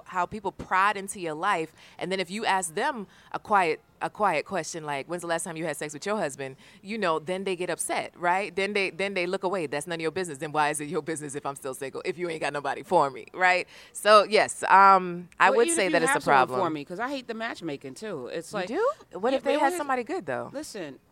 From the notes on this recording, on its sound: This interview was at the Women of Color Empowerment Conference in Fort Lauderdale, Florida